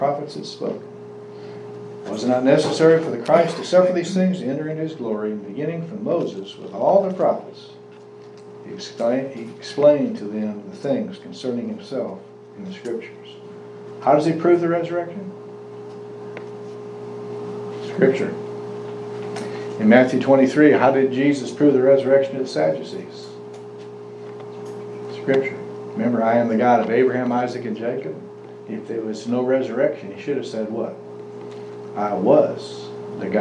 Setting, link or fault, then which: setting, large echoing room